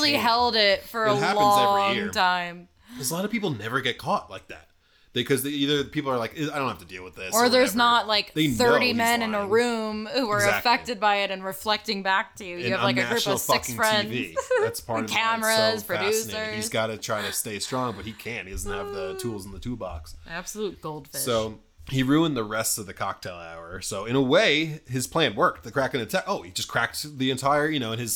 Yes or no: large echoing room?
no